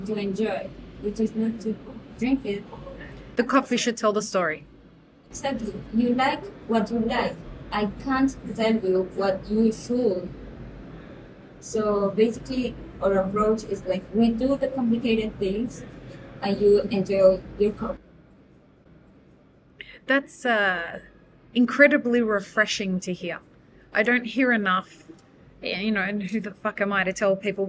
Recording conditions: busy venue